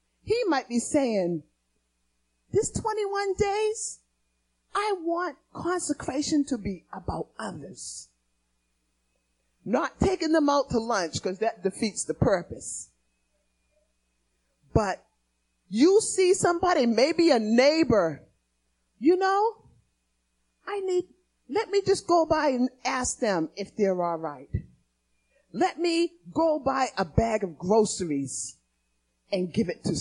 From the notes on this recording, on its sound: Recorded on 2016-02-28 at the 08:30am Service